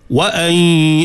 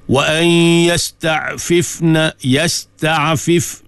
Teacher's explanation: dengung nun mati bertemu dengan ya, idgham al-ghunnah